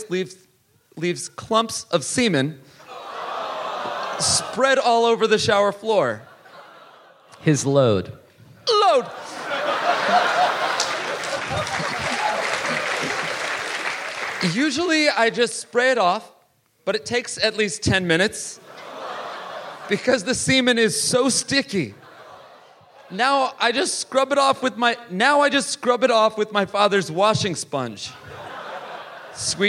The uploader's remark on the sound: Live in Melbourne!